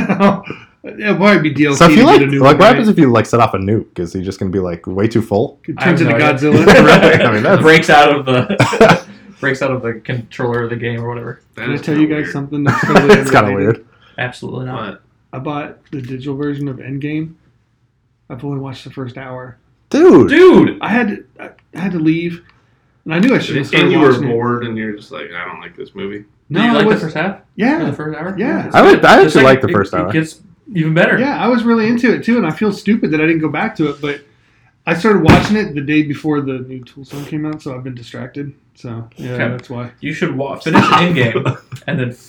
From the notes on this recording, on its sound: I am so sorry for the audio quality this week. It was all my fault.